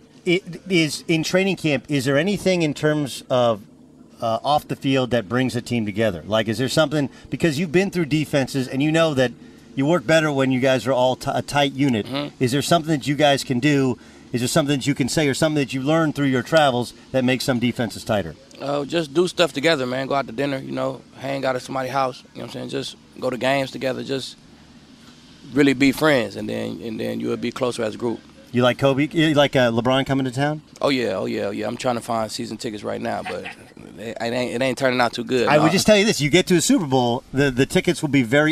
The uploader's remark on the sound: LIVE from Los Angeles Rams training camp!